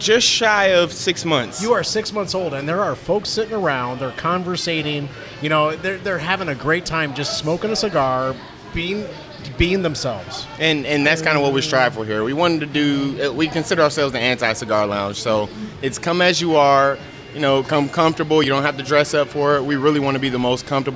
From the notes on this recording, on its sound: Broadcasting from The Loft Cigar Lounge in Farmington, Mich.